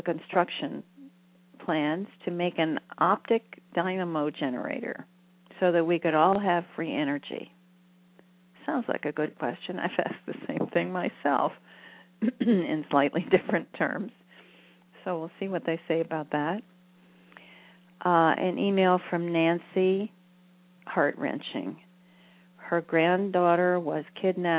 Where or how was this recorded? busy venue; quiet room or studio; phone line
phone line